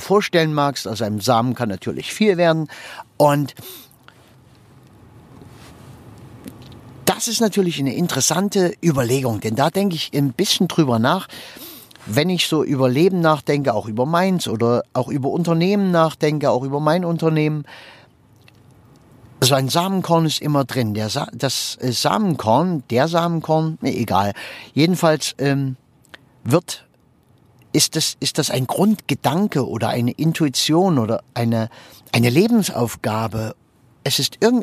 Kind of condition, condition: setting, inside a vehicle